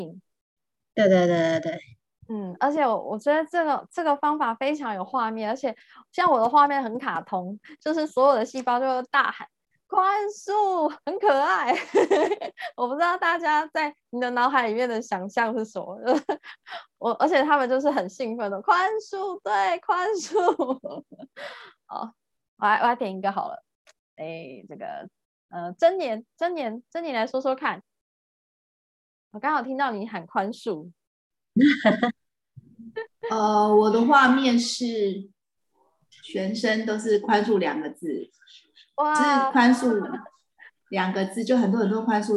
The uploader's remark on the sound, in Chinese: 聊聊好心芹ZOOM線上公益講座。